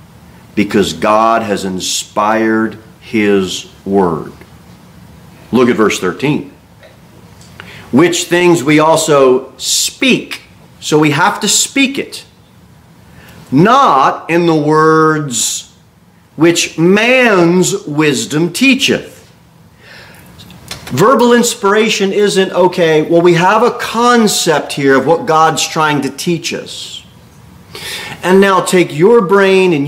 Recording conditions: large echoing room